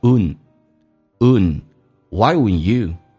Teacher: 这个单词 D 跟 N 组合在一起，经常老外喜欢把 D 去掉，形成一个鼻音叫 un